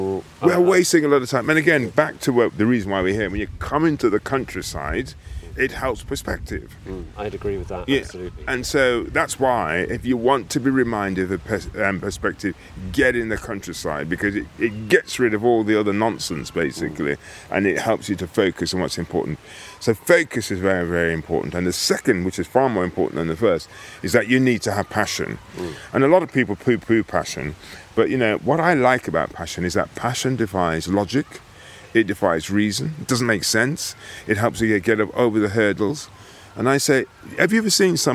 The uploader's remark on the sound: An inspiring walk and talk